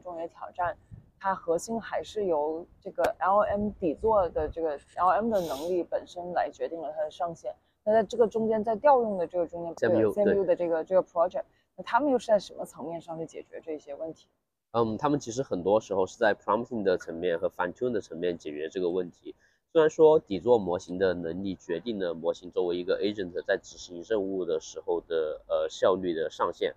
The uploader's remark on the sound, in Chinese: 在ICML 2023 International Conference on Machine Learning, 国际机器学习大会 的现场录制的。这次在室外录制，嘉宾还在生病，不免有些杂音。